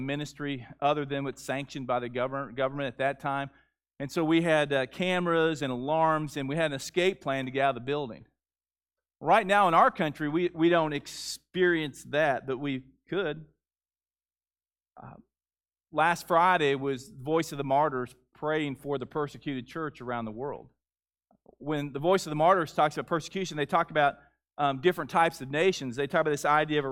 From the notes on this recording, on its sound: Gathering Baptist Church. Noland Road. The audio of the service from March 7, 2021.